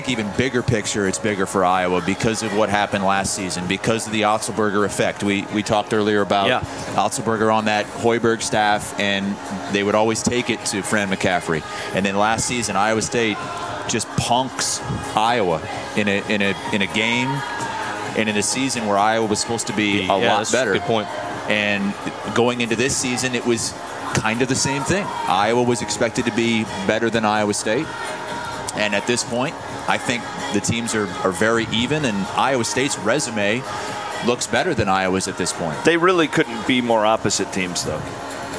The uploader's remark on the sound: Cy-Hawk preview from Stadium Swim. Live from Vegas at Circa's iconic Stadium Swim.